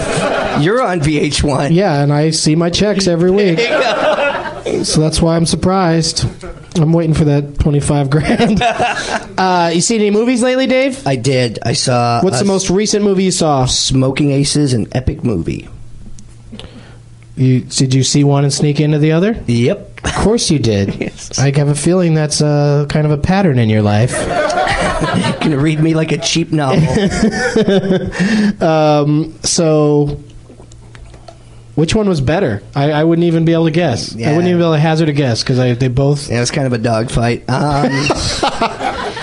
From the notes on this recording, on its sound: Invites two audience members onto the stage to discuss their most and least favorite movies and pick prizes from his pile of swag.